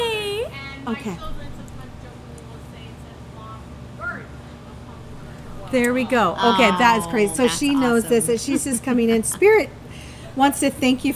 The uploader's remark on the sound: Podcast LIVE from Long Cellars Winery in Woodinville, WA! They are joined by their listeners who drove from all over to come join them this OPEN HOUSE Event of Fun and Spirits!